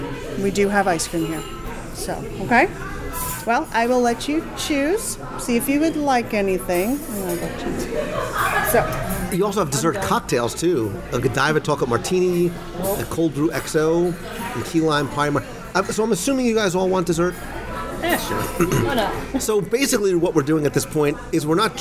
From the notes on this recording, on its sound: Olivia’s at Old Key West LIVE Dining Review. Join me at the table this week as we experience the romance of the Florida Keys at Disney’s Old Key West Resort.